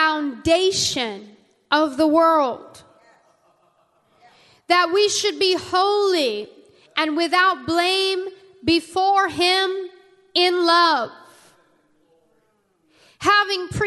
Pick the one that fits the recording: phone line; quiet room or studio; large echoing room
large echoing room